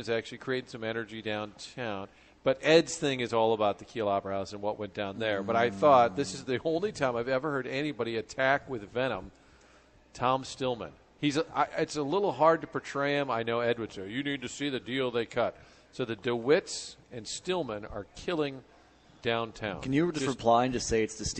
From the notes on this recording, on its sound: Live at Maryville. Broadcasting live from Maryville University.